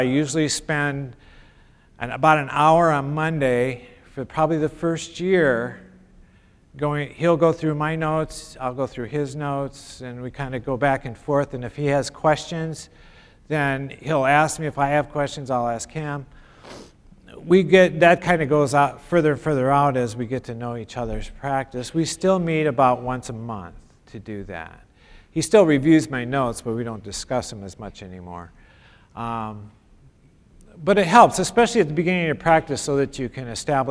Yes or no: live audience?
yes